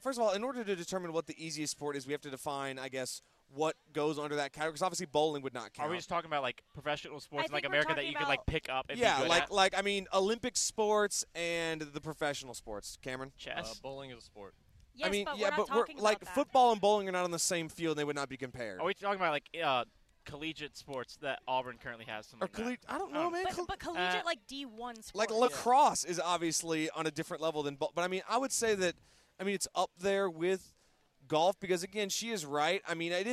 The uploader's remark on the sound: We are live! Host a very special Compact Discourse live on the Haley Concourse.